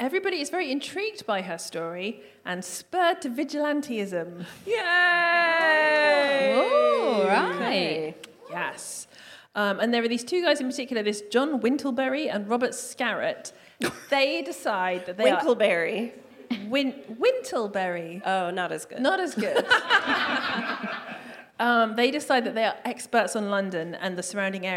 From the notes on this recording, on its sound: DWSC LIVE. Recorded at the DWSC London residency. We hear from a member of the audience.